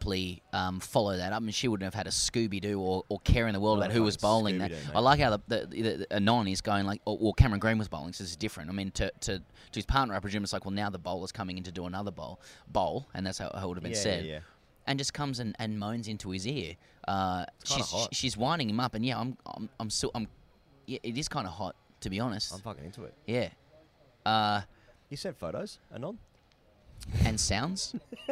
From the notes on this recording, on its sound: We record this from The Oval in south London the day before The Lord's Test match.